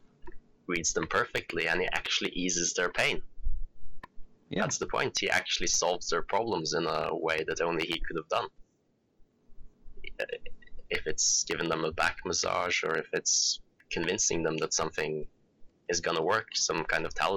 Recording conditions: distortion